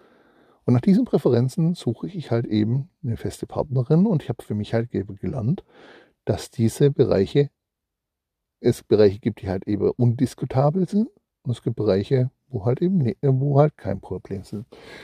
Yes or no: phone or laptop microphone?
yes